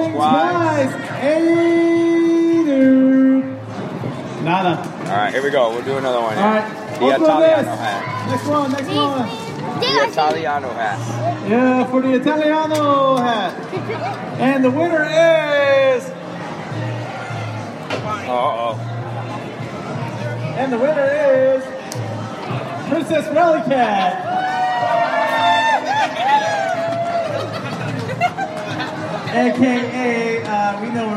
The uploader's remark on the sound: All Angels Podcast Live under the Big